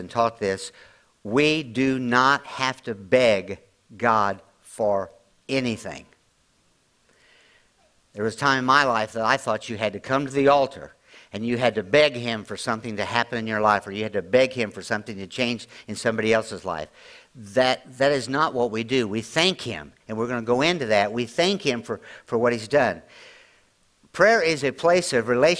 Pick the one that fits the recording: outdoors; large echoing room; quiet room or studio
large echoing room